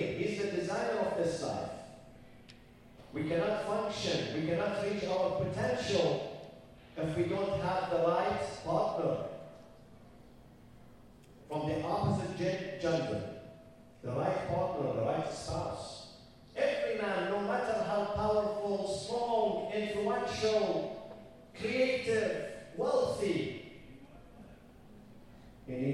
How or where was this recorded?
live audience